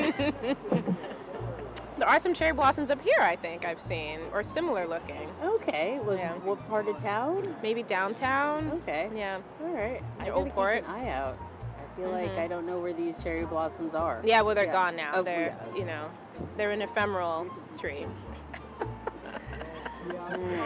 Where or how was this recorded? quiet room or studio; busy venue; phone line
busy venue